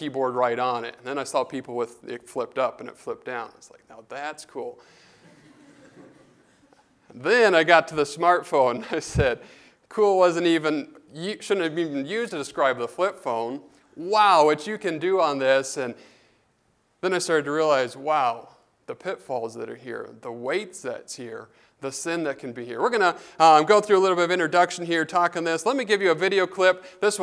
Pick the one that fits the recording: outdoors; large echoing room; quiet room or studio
large echoing room